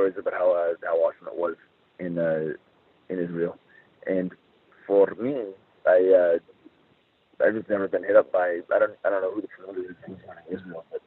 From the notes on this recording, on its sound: This is the full audio from the September 6, 2017 GFW Media Call